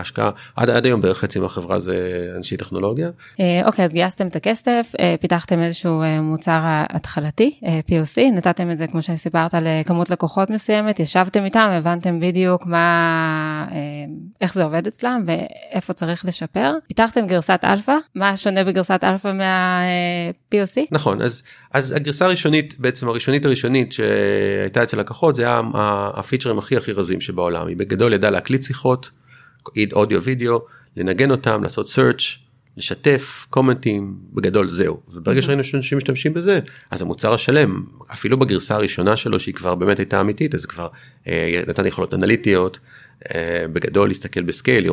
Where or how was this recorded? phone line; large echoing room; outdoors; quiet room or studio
quiet room or studio